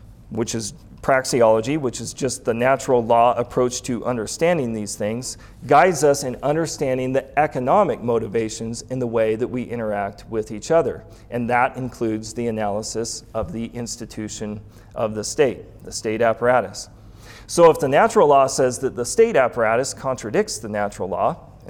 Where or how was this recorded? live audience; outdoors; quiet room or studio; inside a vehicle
live audience